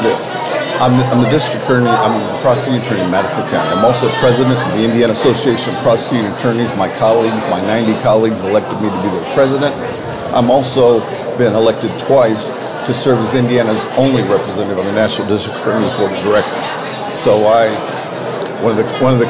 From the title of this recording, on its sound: Live from the Lincoln Day